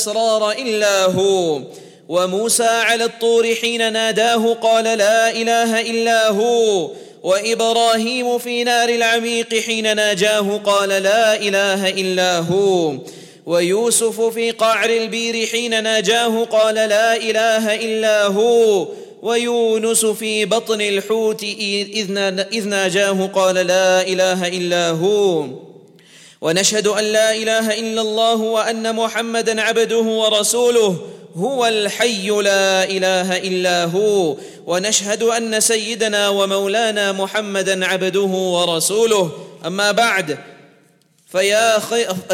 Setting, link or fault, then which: setting, large echoing room